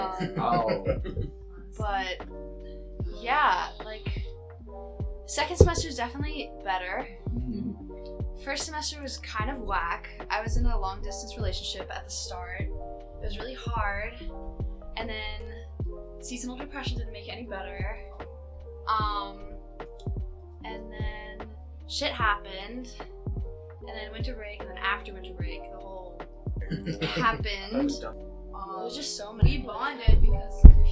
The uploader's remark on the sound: Sorry if the audio sounds shaky.